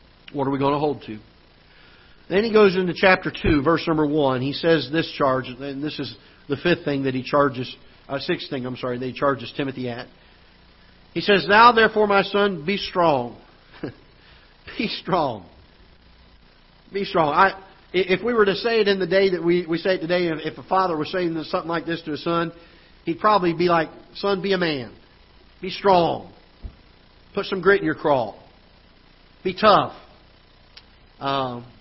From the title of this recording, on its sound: Ketha Heights Baptist Church ~ Live Broadcast